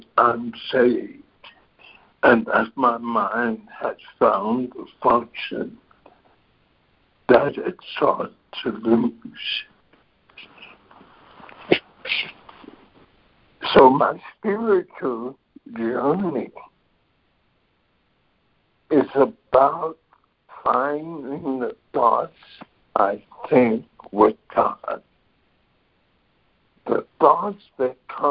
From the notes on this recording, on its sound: ACIM Daily Conference Call